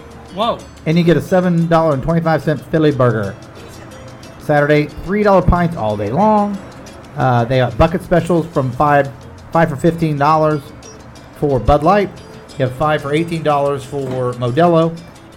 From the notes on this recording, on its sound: Live from The Lakewood Local